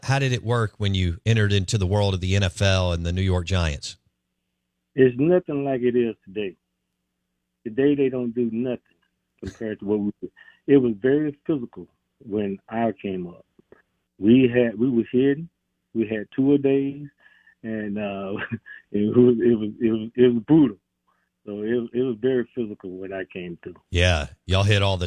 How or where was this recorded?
phone line